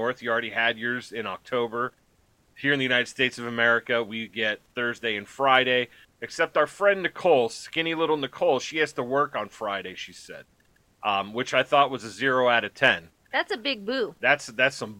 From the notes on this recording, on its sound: We had audio issues, so there is that.